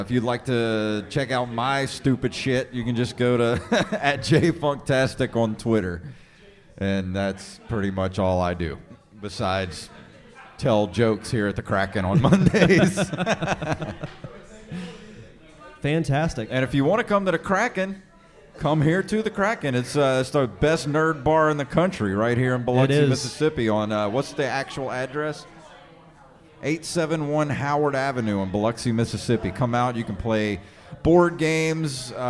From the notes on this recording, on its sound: Live at The Wayward Kraken. Travel to The Wayward Kraken to host their first ever live podcast!